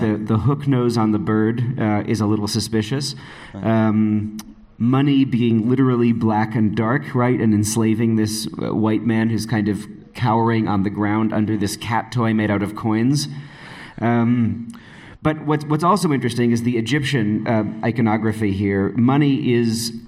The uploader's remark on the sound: Live from Podfest Berlin. Recorded live at Podfest Berlin in October 2023.